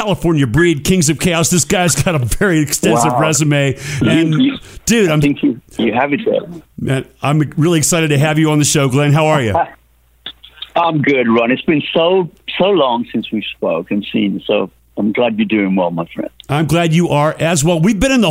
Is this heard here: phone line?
yes